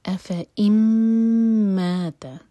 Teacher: تو ہم ایک حرکہ پڑھیں گے، اس کو آگے میم سے جوڑیں گے. اف ام مات، میم پر شدہ تو میم کو ہولڈ کیا جائے گا. ما دو حرکہ لمبا، مات تا ایک حرکہ.